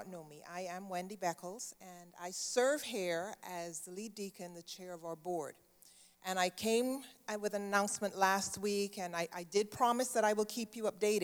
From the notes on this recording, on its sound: Sunday Service live broadcast